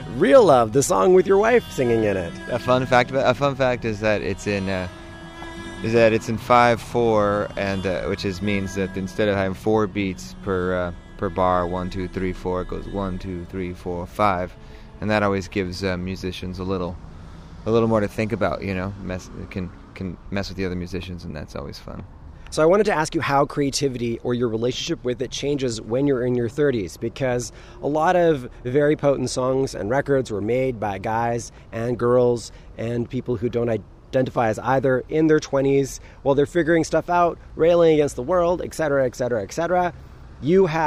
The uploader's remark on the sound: When he visited Vancouver over this past summer. It was a beautiful summer evening outside the Biltmore and we chatted while watching people go about their evening routines. At one point, the interview was interrupted by three frisky dogs.